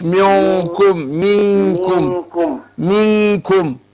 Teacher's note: منكم هنا الاخفاء الغنة هنا مرققة